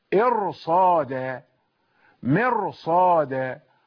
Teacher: ونقول إرصاد بالتفخيم ومرصاد بالتفخيم